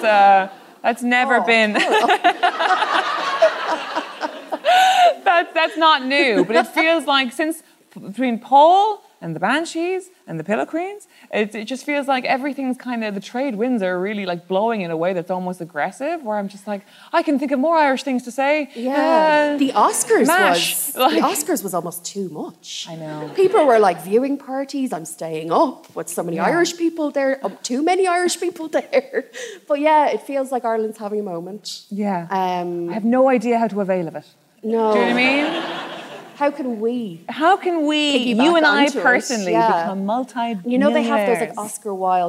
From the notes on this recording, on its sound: LIVE at Cúirt Festival Galway. Thank you to Cúirt Festival for recording this for us.